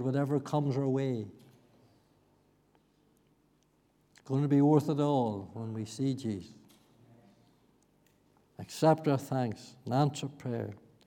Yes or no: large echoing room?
yes